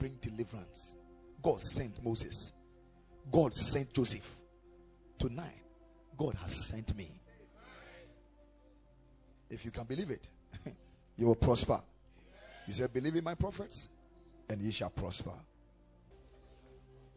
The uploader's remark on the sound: Preached at the Ekklesia Chapel